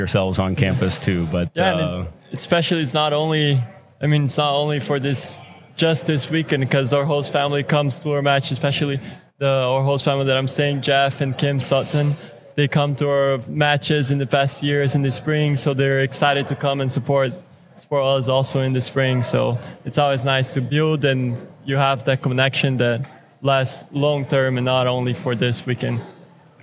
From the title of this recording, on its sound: Live at the Collegiate Open